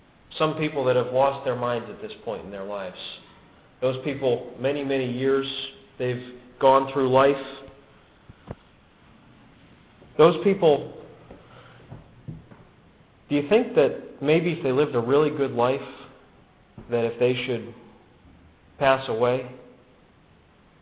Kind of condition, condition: setting, large echoing room